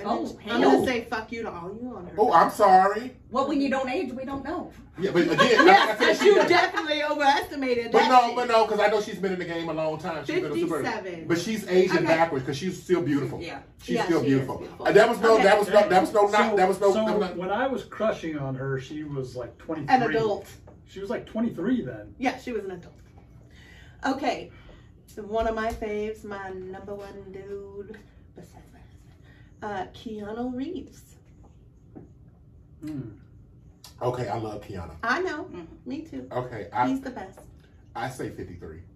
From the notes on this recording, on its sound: Our apologies for the audio on this episode. We had some technical difficulties with the audio file and had to use a backup source for the audio.